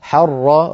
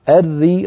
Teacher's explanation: حر راء مشددة مفتوحة، الري راء مشددة مكسورة، فالأولى مفخمة والثانية مرققة. ويُر بالصدقات، ويُر الراء ساكنة قبلها مضموم أيضا مفخمة، انتبهي إلى ذلك.